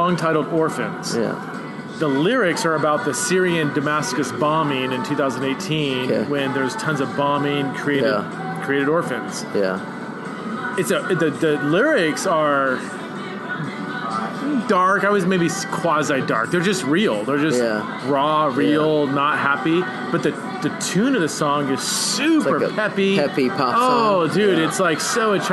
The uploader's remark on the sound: went out to a local pub